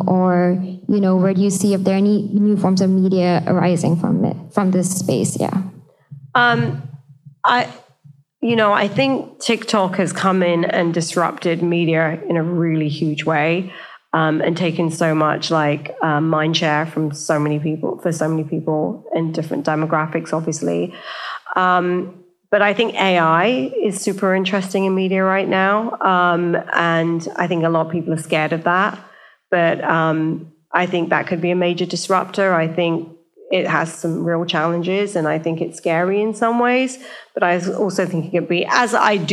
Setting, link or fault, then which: setting, live audience